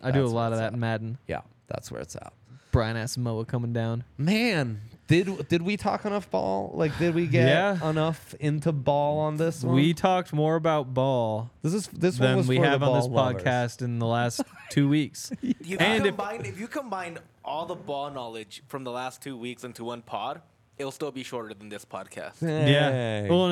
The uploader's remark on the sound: Coming to you LIVE from the DNVR Bar.